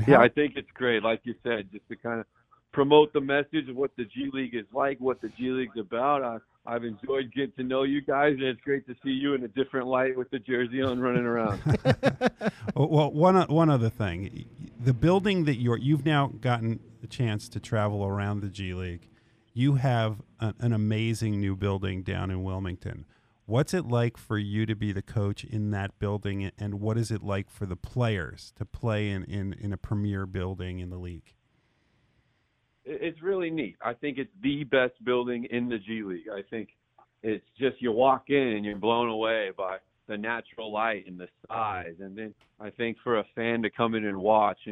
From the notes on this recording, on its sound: called